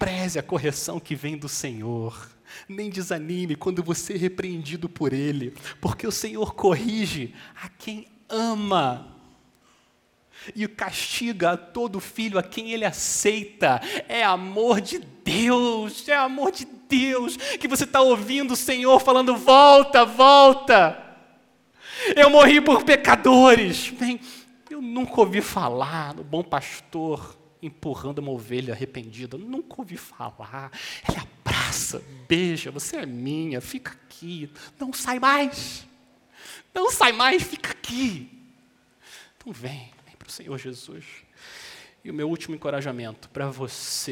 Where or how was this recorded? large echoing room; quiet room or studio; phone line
large echoing room